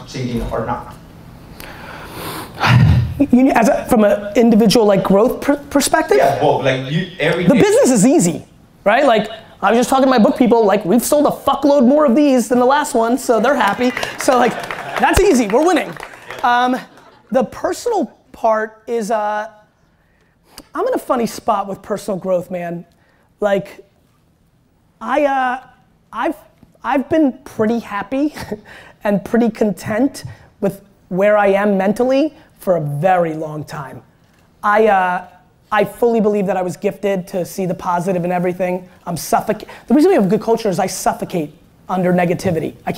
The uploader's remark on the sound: Keynote at SXSW 2016